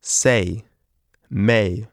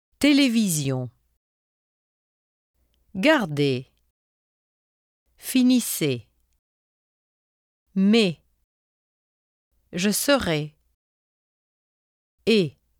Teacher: This Y sound in the English words occurs as a result of movement of the tongue and jaw in an off glide from the vowel. The French vowel is more tense and has no Y sound. · Shown in: second take · To produce the French sound, keep your muscles tense and do not move your jaw and tongue once you say the vowel.